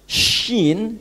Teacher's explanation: Itu wastul lisan, di tengah-tengah lisan. Bertemu dengan langit-langit yang atas.